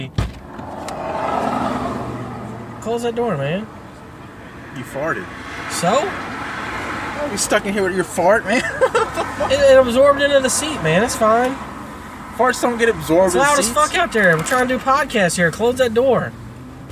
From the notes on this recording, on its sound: 1st episode from the car